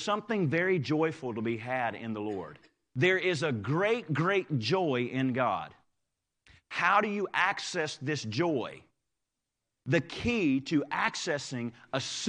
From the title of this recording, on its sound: Live Service